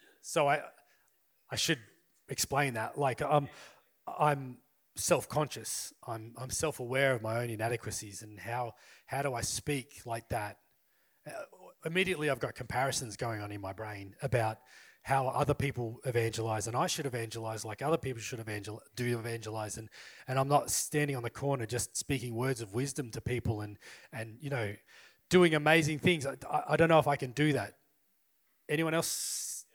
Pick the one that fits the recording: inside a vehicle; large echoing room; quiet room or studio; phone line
large echoing room